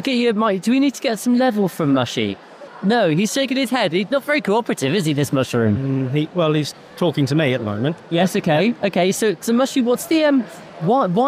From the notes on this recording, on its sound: Recorded live at Devon Business Show.